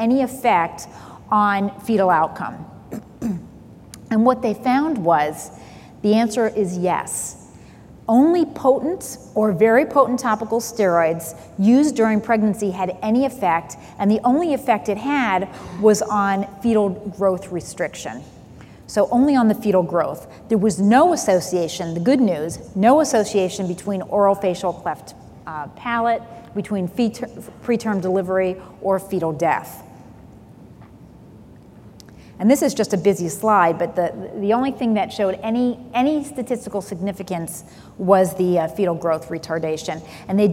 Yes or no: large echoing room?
yes